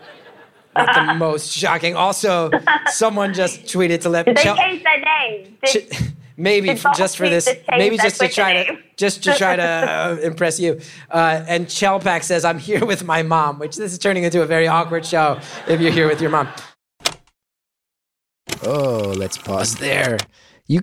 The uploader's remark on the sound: Live From Rochester